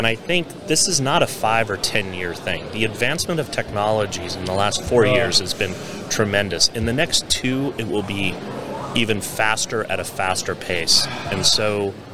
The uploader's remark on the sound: We're onsite at Accruent Insights. We're onsite at Accruent Insights.